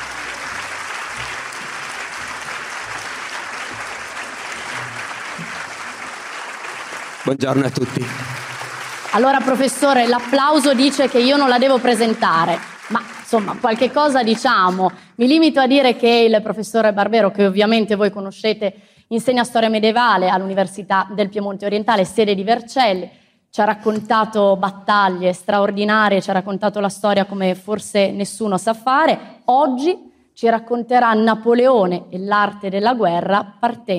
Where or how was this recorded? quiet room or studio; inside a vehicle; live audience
live audience